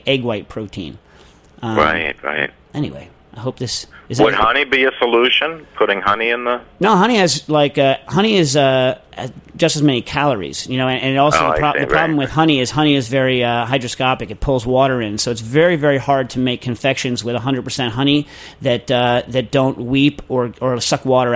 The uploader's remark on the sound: via the telephone as they field calls from friends and strangers alike